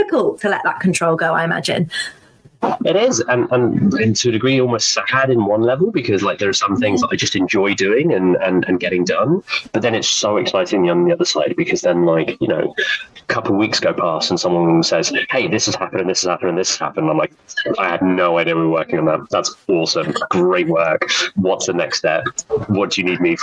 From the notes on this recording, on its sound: Please bear with me on the audio quality of this episode